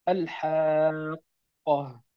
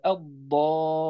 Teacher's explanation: هذا المد اللازم حكمه الإشباع، 6 حركات